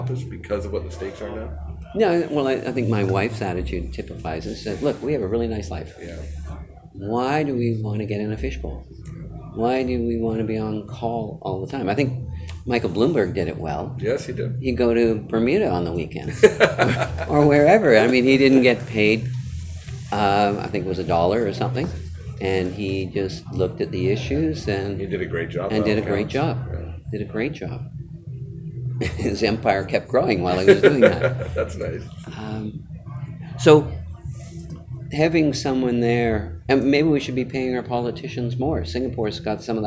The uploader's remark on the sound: recorded live on the sidelines of Cambridge House's Silver & Gold Summit in San Francisco in late October 2018